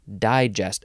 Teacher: Emphasis on the first syllable